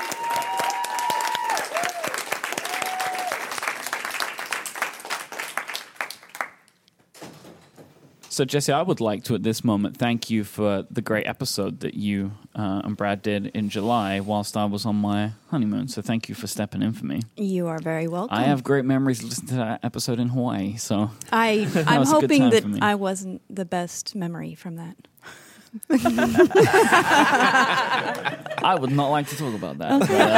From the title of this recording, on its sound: Live from the Atlanta Pen Show 2019